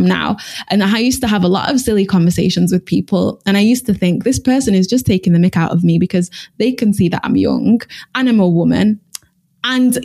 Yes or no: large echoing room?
no